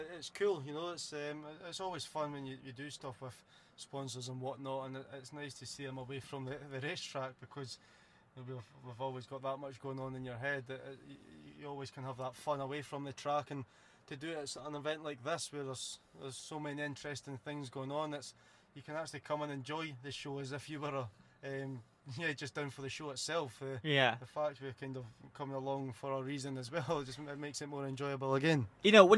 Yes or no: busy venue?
yes